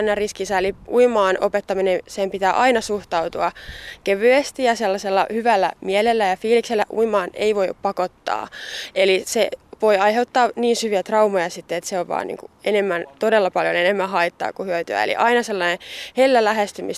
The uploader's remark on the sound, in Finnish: Hämeenlinnassa Ahveniston uimarannalla